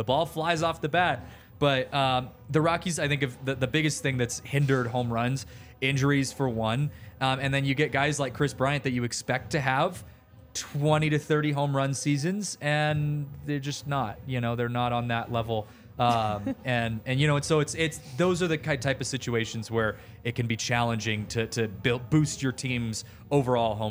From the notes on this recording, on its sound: recorded LIVE from the DNVR studios and Colfax & York!